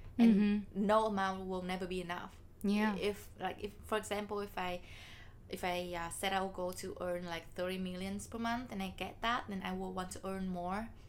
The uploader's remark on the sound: We apologize for the uneven volume, we haven’t really figured out this fancy micro yet